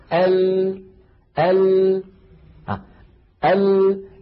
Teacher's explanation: اللام لم يجري معها الصوت جريانا تاما ولم ينحبس انحباسا كاملا، لذا عدها علماؤنا من الحروف بين الرخوة والشديدة. · جربوا هكذا ال ال ال، الصوت يخرج من هنا من الرئتين، الهواء يخرج لما يصل إلى الفم يجد هذه المنطقة قد انقفلت تماما، فيضطر الصوت أن ينحرف بعضه عن يمين اللسان وبعضه عن يسار اللسان ثم يتابع طريقه إلى الخارج · Term: صفة الانحراف